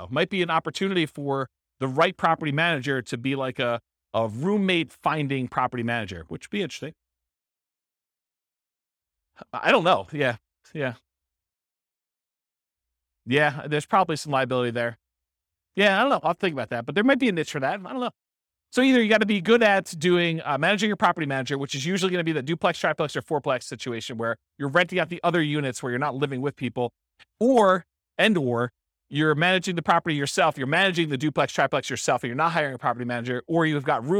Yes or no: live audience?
yes